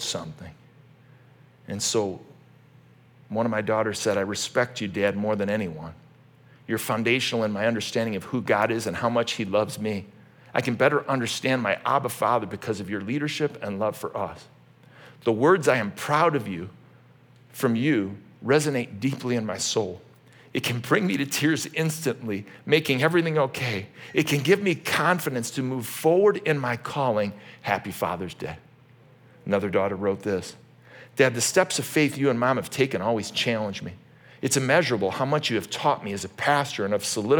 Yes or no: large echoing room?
yes